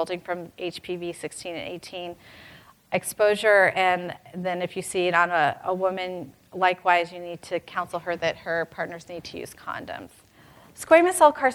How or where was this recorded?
live audience